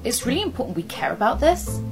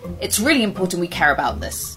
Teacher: Uptalk is speaking with a rising intonation · Shown in: second take